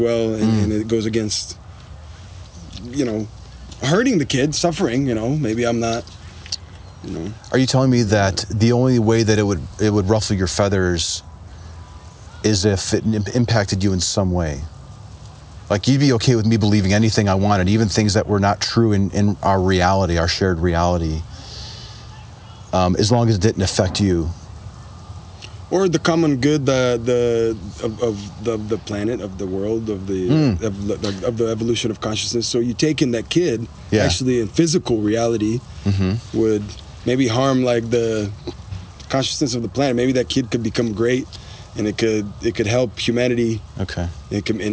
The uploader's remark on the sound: Location: San Antonio, Texas. Recorded w/Go-Pro.